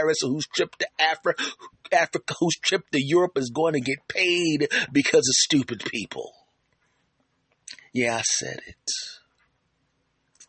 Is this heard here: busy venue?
no